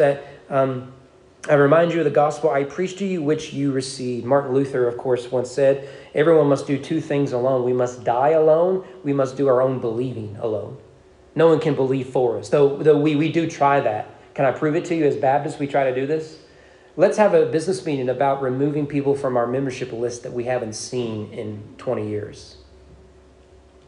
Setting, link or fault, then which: setting, large echoing room